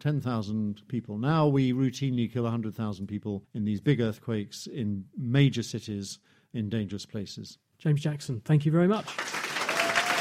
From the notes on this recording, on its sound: Live on location at the Cambridge Science Centre. Pit their wits against the assembled public.